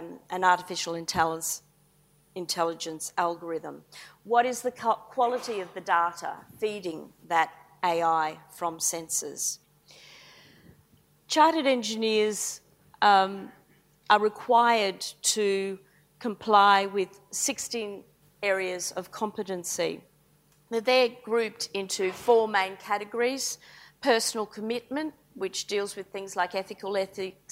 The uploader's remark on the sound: IFE Grand Challenge Lecture, recorded 21 September 2018 at QUT